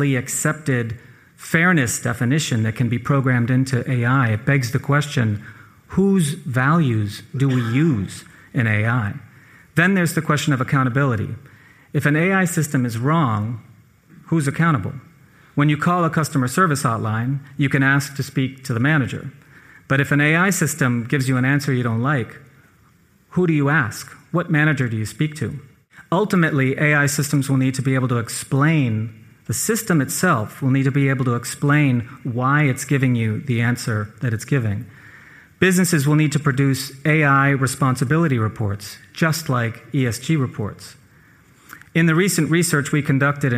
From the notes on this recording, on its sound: This episode was recorded live in front of an audience in Miami, a key financial center for Latin American investors.